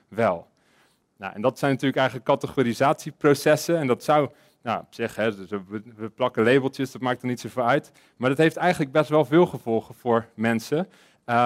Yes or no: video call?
no